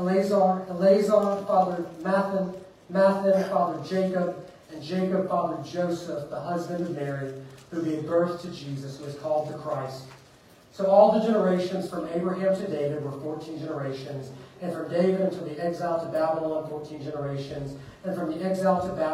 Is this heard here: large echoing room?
yes